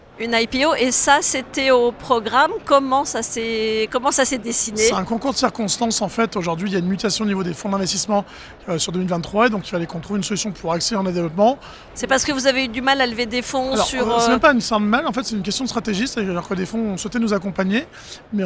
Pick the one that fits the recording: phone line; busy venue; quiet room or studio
busy venue